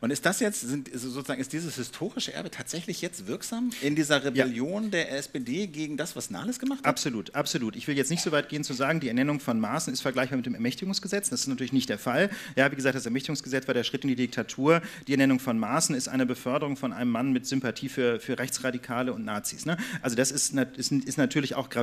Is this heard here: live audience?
yes